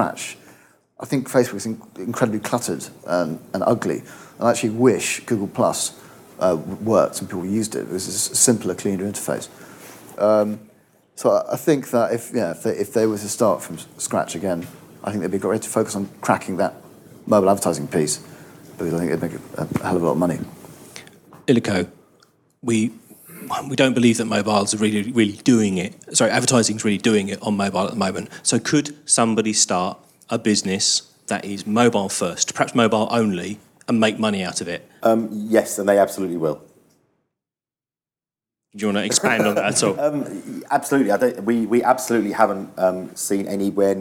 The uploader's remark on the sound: Our 'Question Time' event '361 Live' returns celebrating Internet Week Europe with a panel taking questions